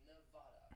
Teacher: It has three syllables. Stress is on that second syllable.